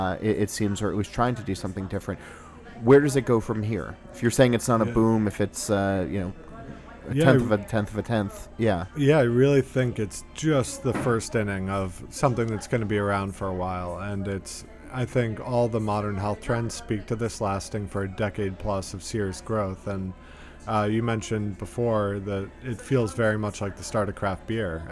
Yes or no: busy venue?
yes